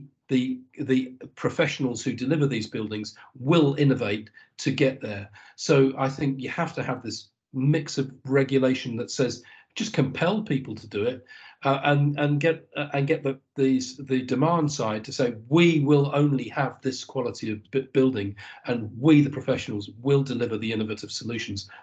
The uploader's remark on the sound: This recording is taken from a live Webinar